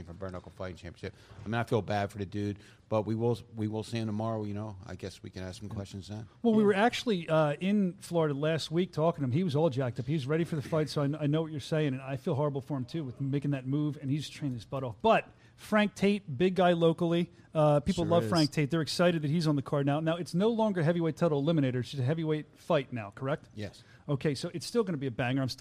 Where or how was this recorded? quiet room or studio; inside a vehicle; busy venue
busy venue